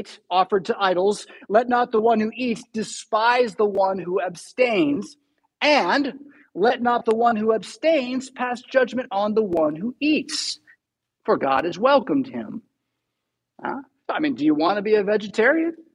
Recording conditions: large echoing room